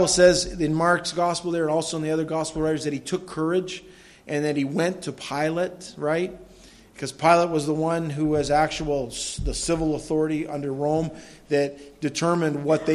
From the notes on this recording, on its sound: This audio sermon entitled, Joseph of Arimathea, was delivered at Madawaska Gospel Church on the morning of July 31, 2016.